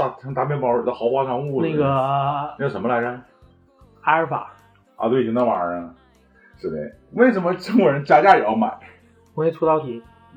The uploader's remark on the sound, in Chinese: 本期为2022春节前由手机临时录制，请谅解。